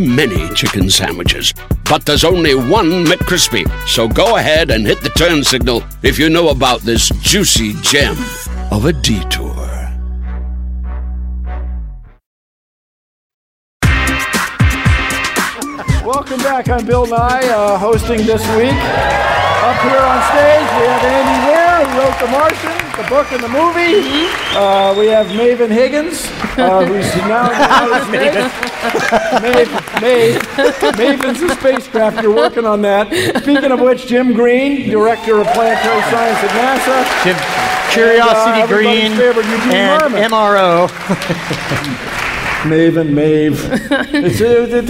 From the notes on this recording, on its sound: StarTalk Live! from SF Sketchfest 2016. Recorded live at SF Sketchfest.